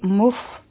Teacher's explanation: سکون دی دلته به همز کوو نو دا به شي مف په دې کې به لږه شان د هوا آواز راشي